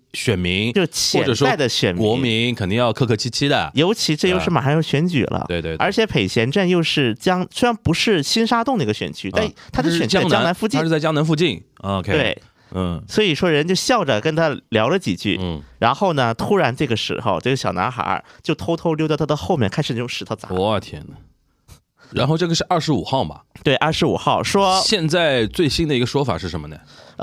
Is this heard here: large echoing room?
no